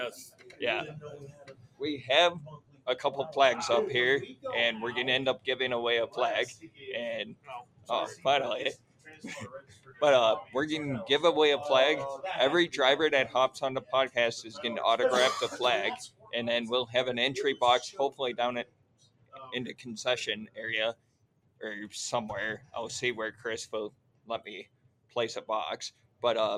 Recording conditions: busy venue